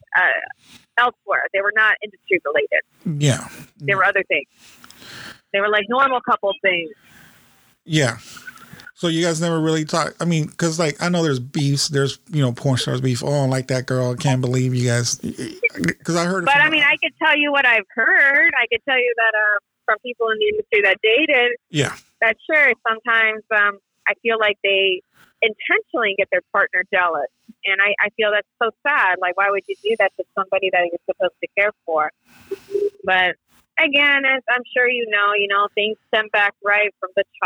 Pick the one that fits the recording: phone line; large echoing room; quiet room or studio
phone line